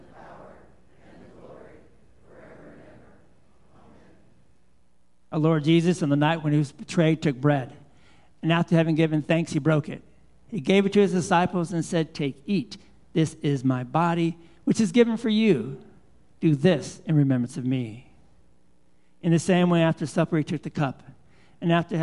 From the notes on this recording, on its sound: Live Worship Service